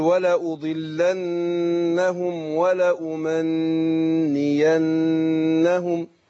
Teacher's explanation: عملنا في النون إيه مشددة خدت غنة حركتين